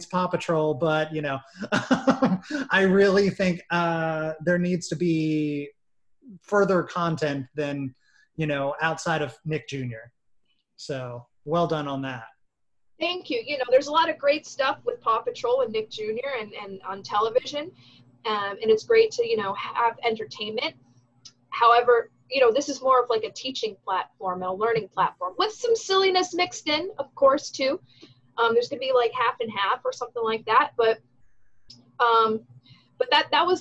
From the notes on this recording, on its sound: Recorded via Zoom